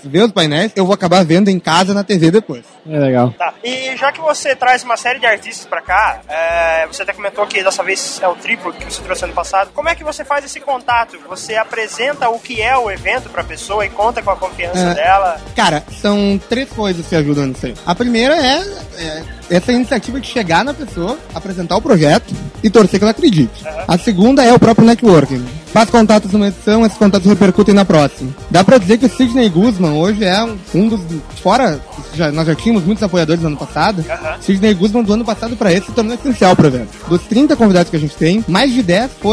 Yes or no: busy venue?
yes